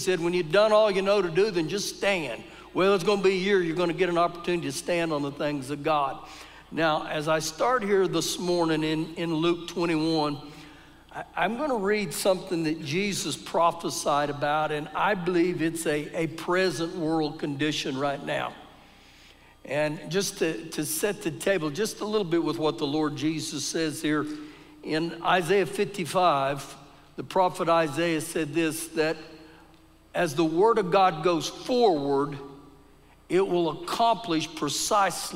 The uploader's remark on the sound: Recorded live during our Sunday morning service